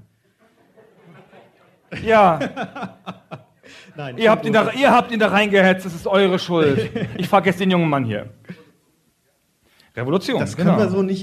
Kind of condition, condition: setting, live audience